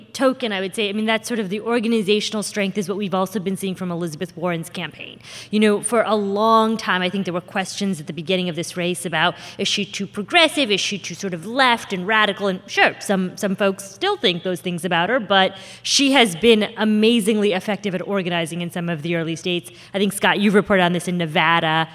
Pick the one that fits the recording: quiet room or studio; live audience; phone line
live audience